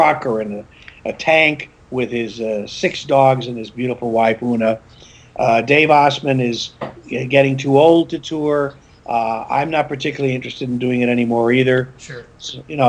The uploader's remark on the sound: Skype interview